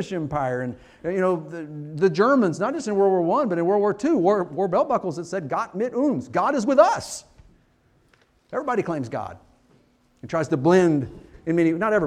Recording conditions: large echoing room